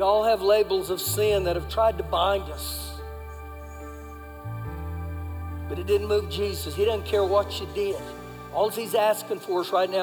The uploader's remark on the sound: Recorded live during our Sunday service